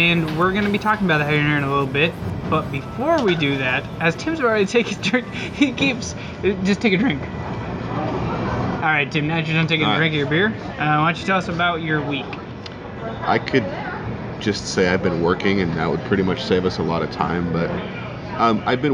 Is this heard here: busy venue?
yes